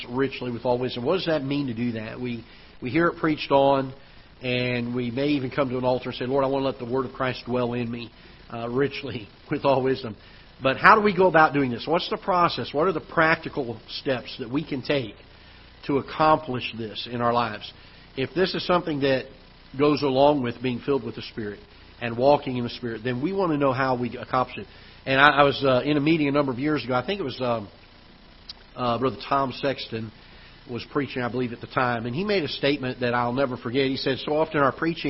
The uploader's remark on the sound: Ketha Heights Baptist Church ~ Live Broadcast